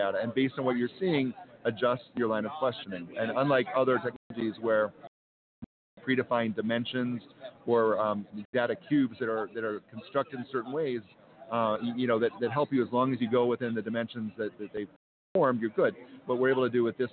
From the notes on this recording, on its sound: LIVE From #HIMSS17 Day Three. Health Information Management Systems Society (HIMSS) 2017 Annual Conference and Exhibution from the Orange County Convention Center in Orlando, Flo.